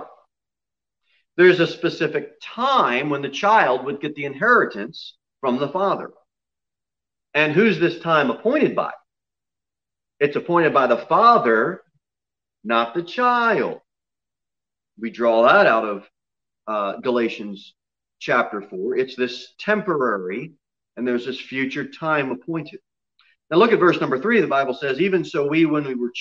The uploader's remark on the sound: Sermon delivered at Pilgrim Baptist Church on Sunday, December 20, 2020, at 11:15 am.